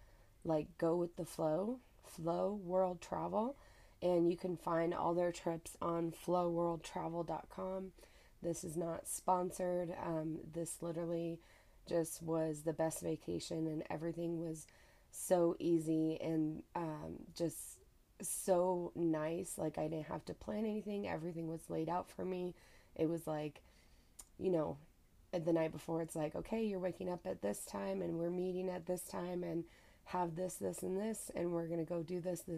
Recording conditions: phone or laptop microphone